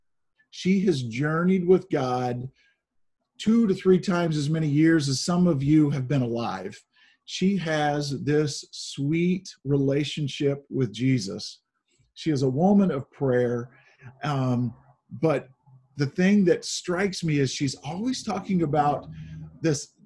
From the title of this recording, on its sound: Zoom Sunday